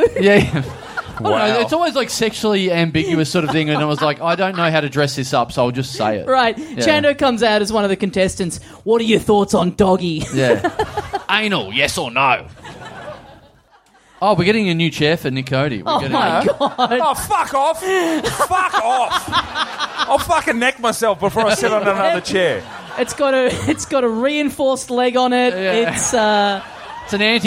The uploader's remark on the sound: It's our first ever show in Tasmania. We find an audience member in the front row.